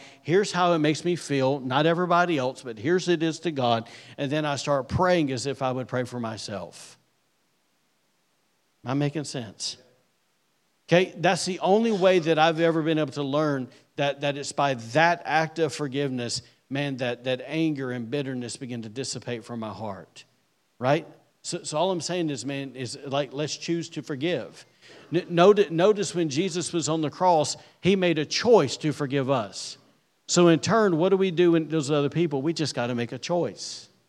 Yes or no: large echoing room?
yes